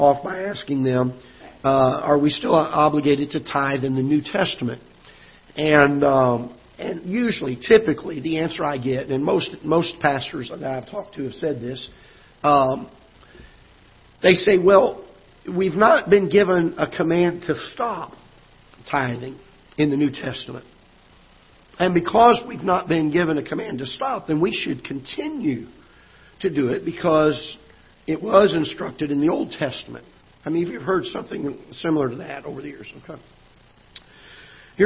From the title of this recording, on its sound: Ketha Heights Baptist Church ~ Live Broadcast